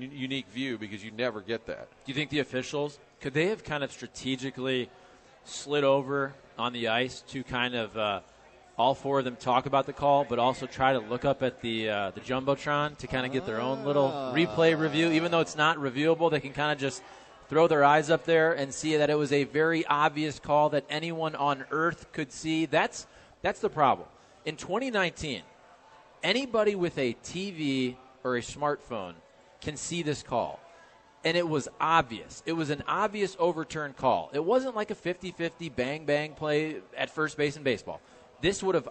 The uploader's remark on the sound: Broadcasting live from the Westport Social.